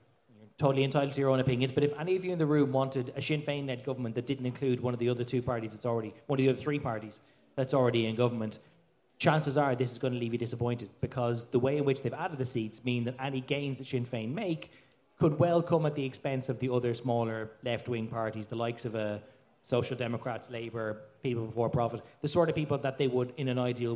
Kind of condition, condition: setting, busy venue